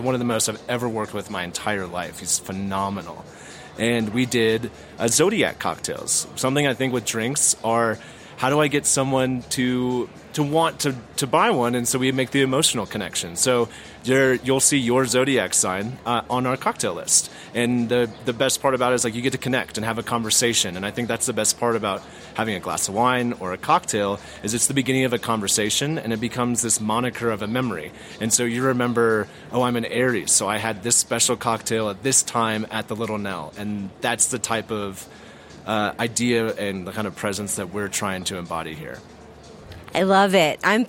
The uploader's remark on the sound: "On the Road" at the 2022 Food & Wine Classic in Aspen. An exclusive "HRN on Tour" show from The Classic.